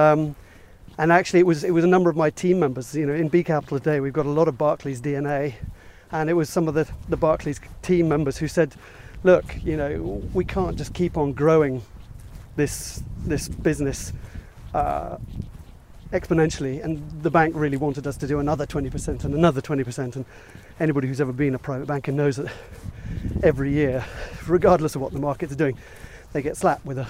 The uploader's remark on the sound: Walking around Ardington House in Oxfordshire